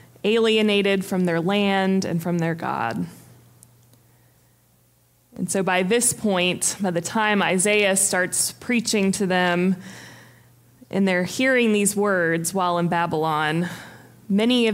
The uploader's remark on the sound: Preached on January 15, 2023 for our MorningSong Worship Service.